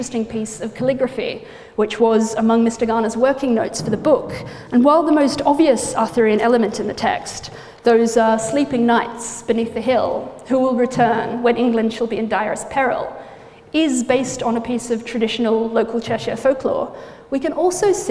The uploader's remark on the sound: Gives a lecture at the Bodleian Library.